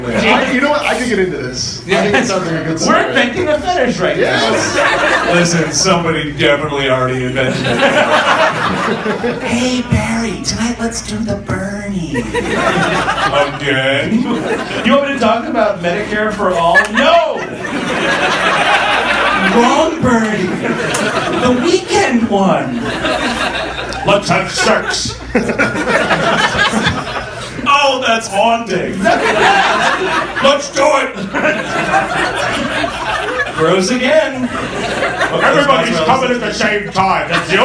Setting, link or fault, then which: setting, live audience